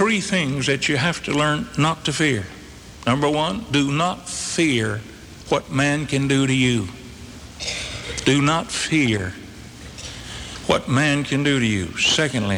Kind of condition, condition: setting, large echoing room